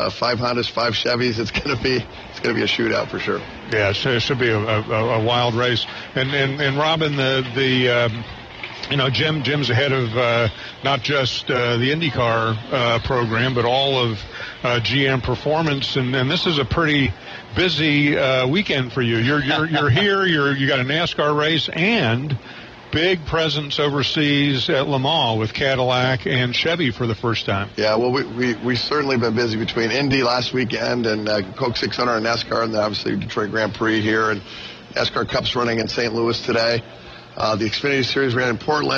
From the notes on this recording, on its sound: LIVE FROM DETROIT GP